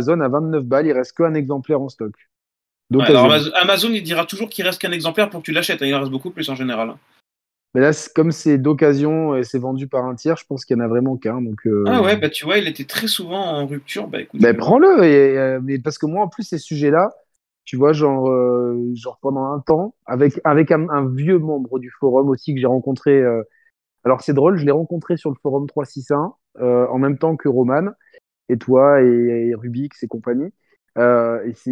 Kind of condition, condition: link, video call